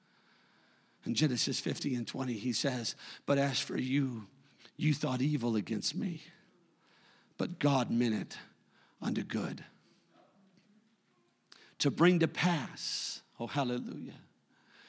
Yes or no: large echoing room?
yes